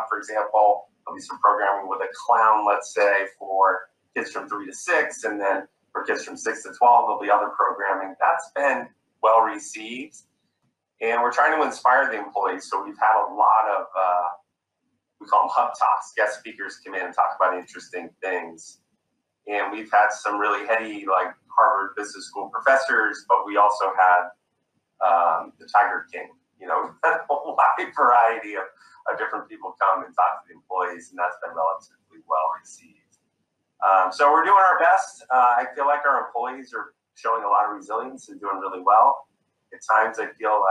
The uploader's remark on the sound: a virtual fireside chat